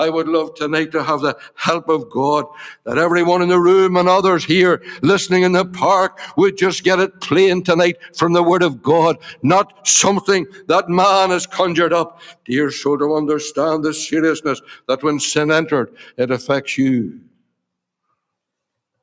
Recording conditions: large echoing room